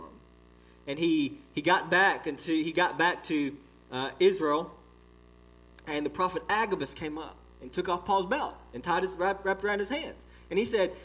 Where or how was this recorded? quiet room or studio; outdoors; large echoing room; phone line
large echoing room